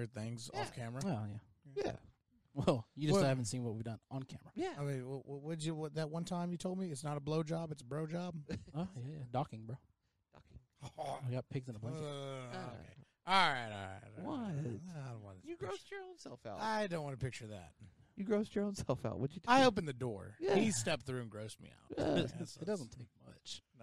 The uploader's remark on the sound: This week we are in a new set (Outside).